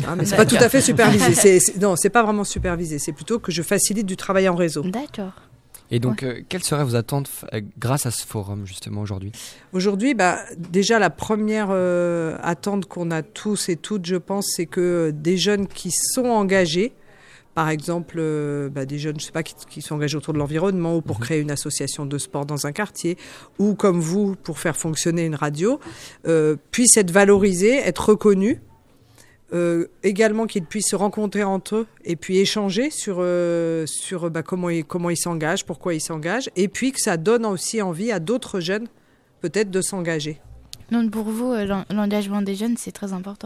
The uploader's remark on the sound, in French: Radio2B était à l'animation de Radio 100% Lycéens à l'occasion de la journée de l'engagement des jeunes en région Centre-Val de Loire. Ont interviewé tous les responsables administratifs et associatifs présents à Joué-les-Tours. Emission réalisée en direct samedi 30 mars 2019 depuis le Campus des métiers de Joué-les-Tours.